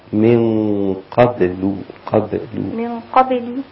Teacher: قبل الباء لا تأخذ تفخيم القاف، وفي نفس الوقت هي مقلقلة ففيها صفة شدة، فلا بد أن تكون على رقتها.